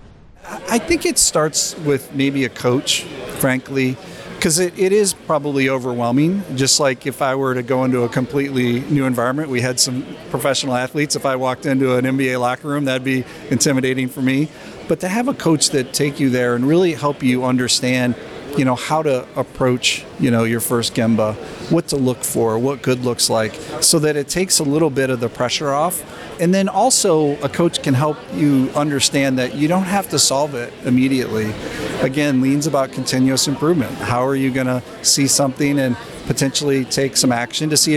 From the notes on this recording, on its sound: bringing my microphone to glean insights from the leaders in attendance during the spaces between the mainstage events